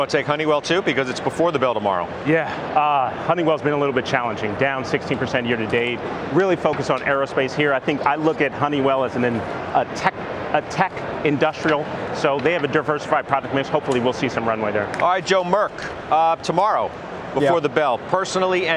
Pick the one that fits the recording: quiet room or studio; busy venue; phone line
busy venue